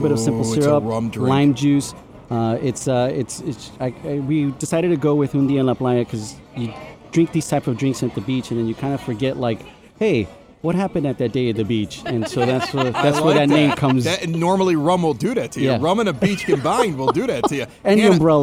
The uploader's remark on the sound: From the outdoor patio bar at Unidad Restaurant